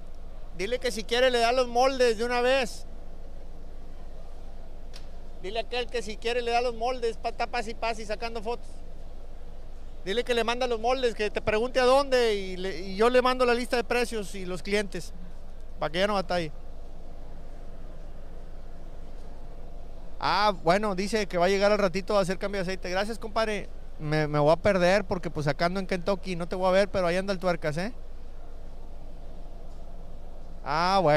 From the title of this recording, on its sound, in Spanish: Live desde expo en Kentucky